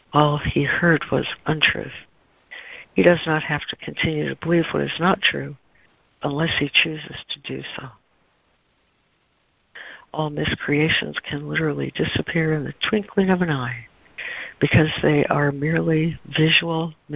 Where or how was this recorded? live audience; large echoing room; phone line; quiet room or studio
phone line